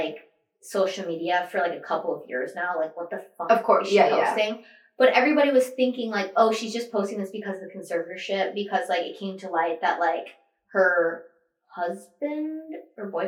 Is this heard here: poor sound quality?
yes